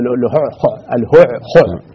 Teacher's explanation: فنلاحظ أن الهاء والعين أو حروف هذه الكلمة كلها، الهاء والعين والخاء والعين كلها حلقية متقاربة، ولذلك أورثها ثقلا وعسرا.